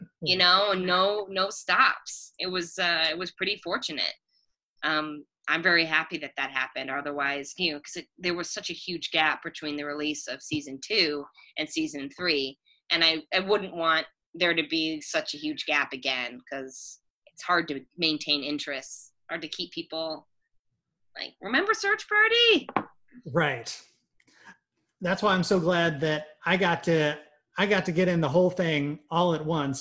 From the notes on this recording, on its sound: Recorded via Zoom